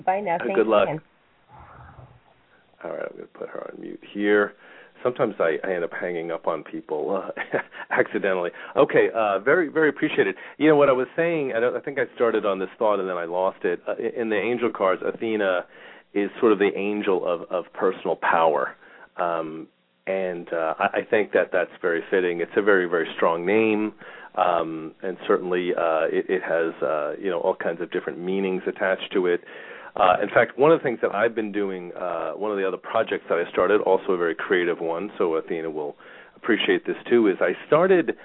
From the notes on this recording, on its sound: Callers may call in 15-20 minutes into the live show with questions or comments and 5 minute mini navigational consultations. We will open up the phone lines early today for questions and comments.